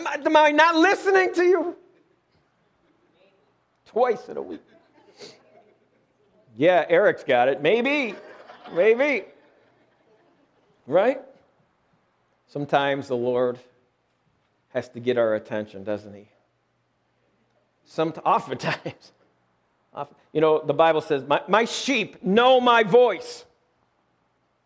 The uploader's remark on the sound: Lighthouse - Alabama Full Gospel Fellowship. This message was recorded live at the Lighthouse.